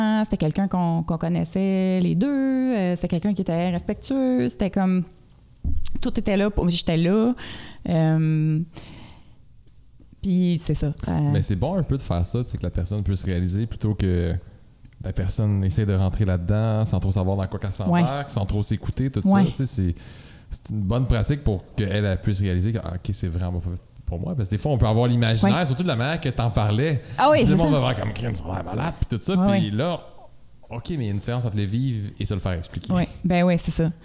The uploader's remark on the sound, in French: Le podcast à été enregistré en avril 2021 à la microbrasserie le Boquébière au 50, rue Wellington Nord à Sherbrooke